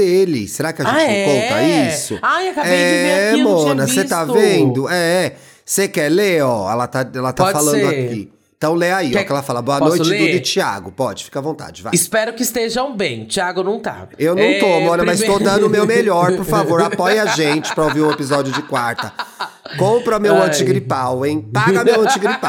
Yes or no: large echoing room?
no